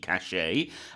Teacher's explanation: cachet from the French, so we don't pronounce the T on the end. C-A-C-H-E-T, cachet.